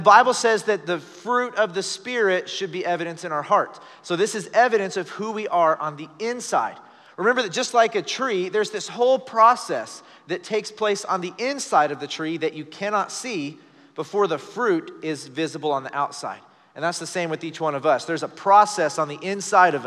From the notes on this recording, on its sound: Recorded live during our Wednesday night service